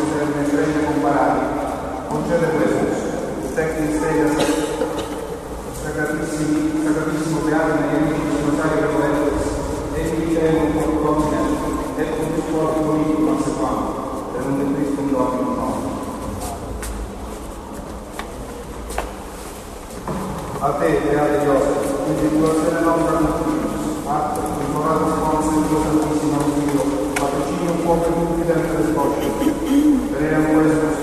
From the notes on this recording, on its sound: This is what it sounds like in this Roman church. This was originally called Santa Maria in Catarina.